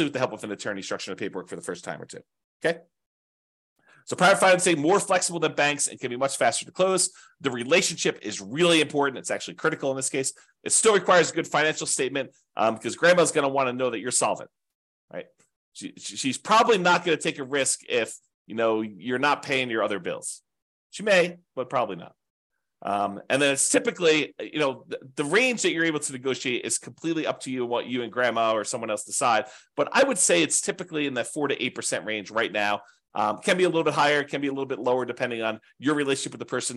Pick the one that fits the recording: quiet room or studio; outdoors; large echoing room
quiet room or studio